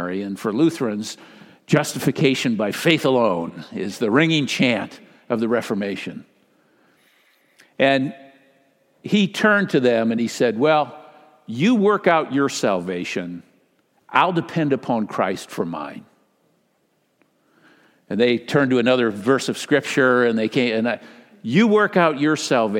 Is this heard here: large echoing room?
yes